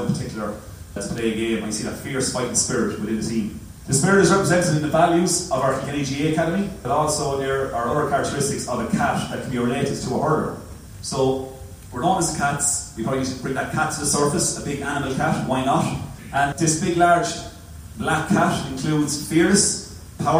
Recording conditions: poor sound quality